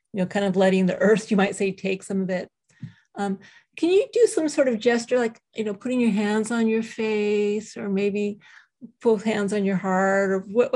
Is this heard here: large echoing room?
no